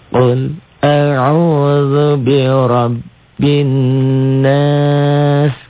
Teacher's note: Nunnya karena bertasydid otomatis jadi gunnah.